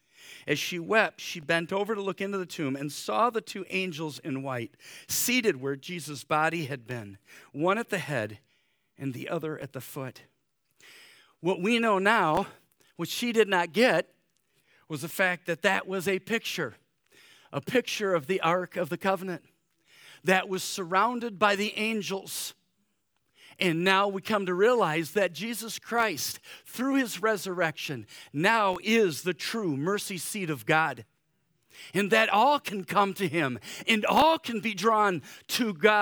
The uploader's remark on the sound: Easter Morning service